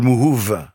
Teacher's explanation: avec un V, puisqu'on ne prononce pas le B en langue kabyle